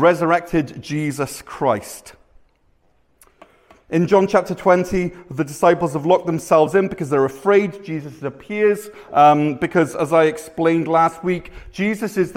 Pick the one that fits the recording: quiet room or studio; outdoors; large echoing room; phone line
large echoing room